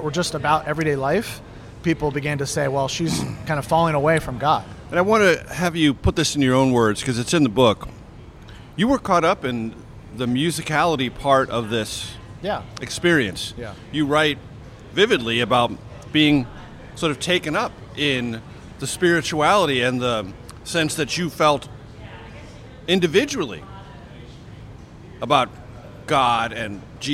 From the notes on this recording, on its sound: This conversation was recorded on June 26, 2023 at The Roost food hall on Capitol Hill.